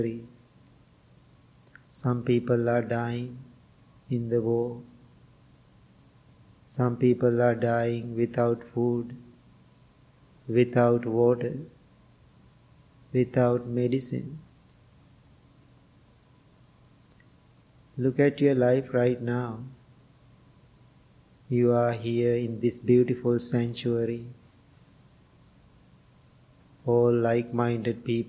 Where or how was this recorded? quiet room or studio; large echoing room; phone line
large echoing room